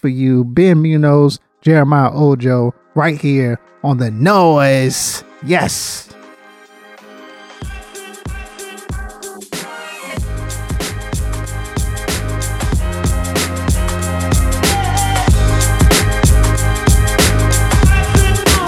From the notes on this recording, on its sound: We recorded a conversation riding in traffic after leaving Pinta.